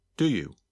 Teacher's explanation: You can still hear each of the three words, but the words do you sound like one word.